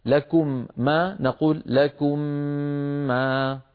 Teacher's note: لابد عند إدغام الميم في الميم من أن نمط، يعني نطول غنتها